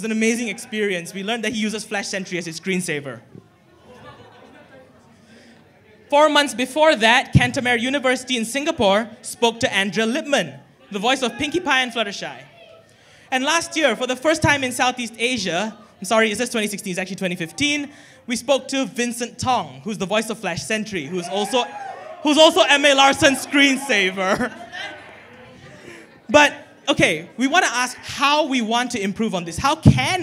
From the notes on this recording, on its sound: recorded during PHPonyCon at the Megatrade Conference Centre in Manila, The Philippines on 16 October 2016